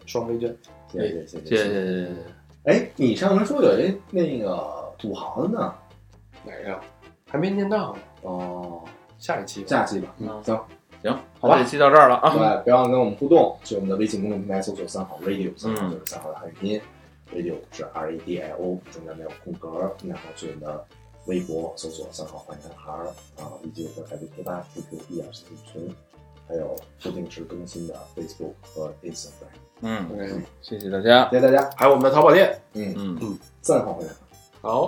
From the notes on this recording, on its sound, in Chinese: 由于不可描述的原因，导致本期录音质量跟吃了屎似的，请大家原谅